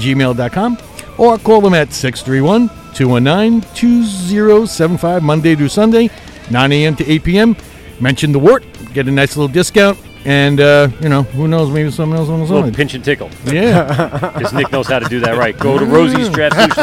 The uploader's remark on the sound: LIVE at Blue Point Cask Fest 2021. Unfortunately the gas generator kicks and they didn't get all the interviews they wanted.